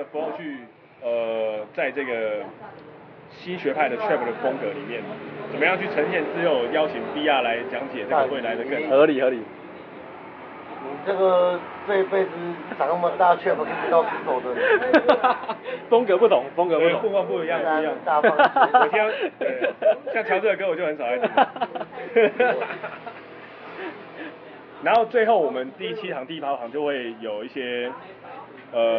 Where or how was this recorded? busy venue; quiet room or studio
busy venue